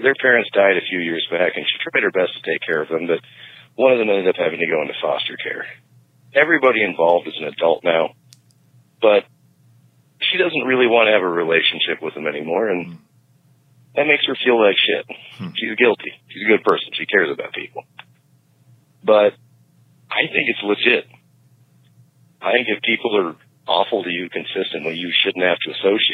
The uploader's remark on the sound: A really tall guy called in and wonders if he's doomed...forever.